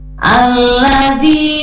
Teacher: Nih, ada huruf to di tengah-tengah ya, dan kita akan bacanya pantul ya, mantul huruf to-nya. · Term: qalqalah